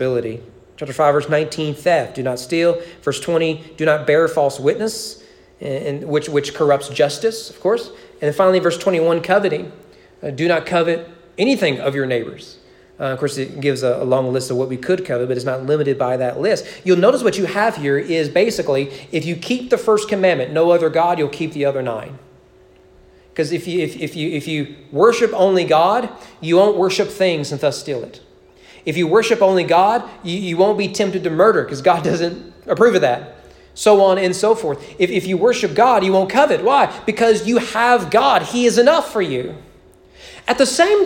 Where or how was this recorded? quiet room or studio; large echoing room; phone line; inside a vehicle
large echoing room